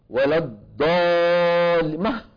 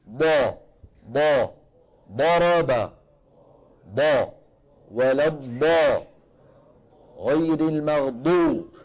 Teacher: دال مفخمة، ما حتخرج ضاد أبدا، طالما أنه يعتمد ويتكئ على المنطقة الأمامية. الاعتماد والاتكاء والضغط يكون فين؟ في الحافتين اليمنى واليسرى · Shown in: second take · Term: الضاد